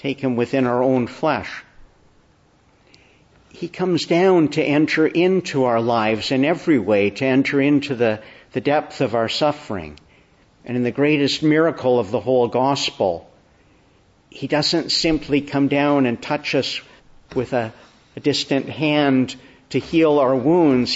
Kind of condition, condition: setting, large echoing room